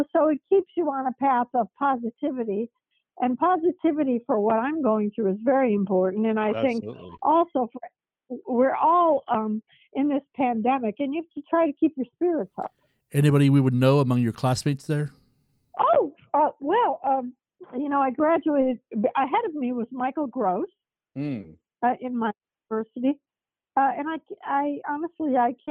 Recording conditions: phone line